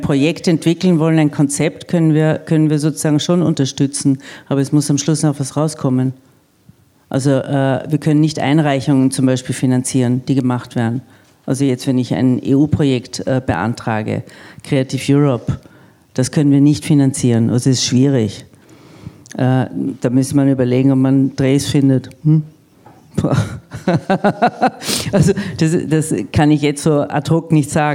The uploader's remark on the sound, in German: Beim Fairness Symposium in Wien. Aus dem gut gefüllten Saal gab es zahlreiche Publikums-Fragen und Beiträge. Die Veranstaltung war von Beginn an als Dialog angelegt und es wurde rege diskutiert.